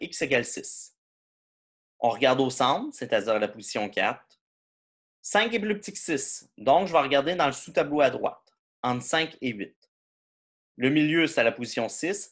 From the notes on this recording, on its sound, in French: Cours en ligne sur Zoom.